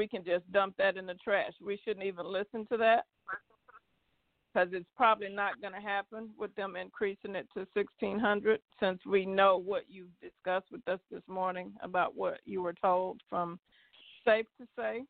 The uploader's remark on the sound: TNTSuperfantastic Conference Call